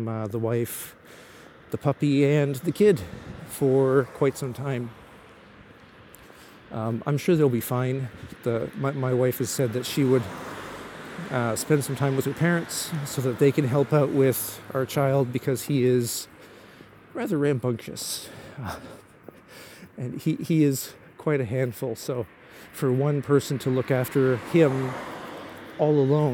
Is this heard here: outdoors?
yes